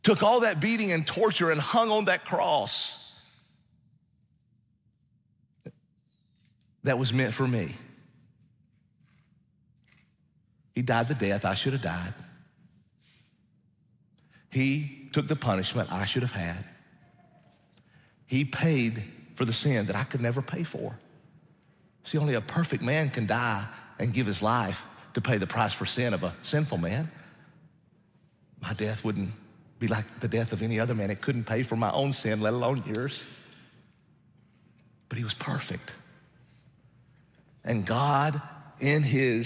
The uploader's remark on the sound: Recorded from the LifePoint Church Smyrna Campus in Smyrna, TN.